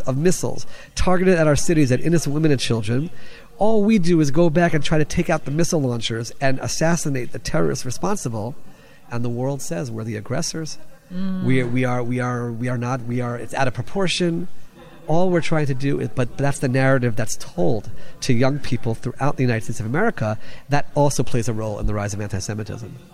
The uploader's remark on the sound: recorded at the National Religious Broadcasters convention